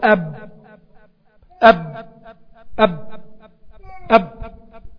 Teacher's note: لو حطيت ايدك على الفم هتلاقي في هواء بيطلع، في هواء بيطلع بيخبط في الكف، مفيش صح؟ يبقى هو فيه انحباس جريان الصوت وانحباس جريان النفس